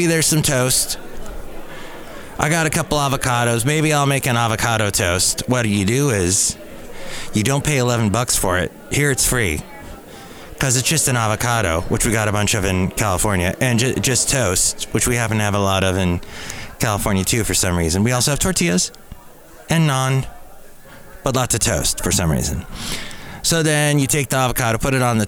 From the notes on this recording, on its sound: Podcasts live from Cafe Anyway.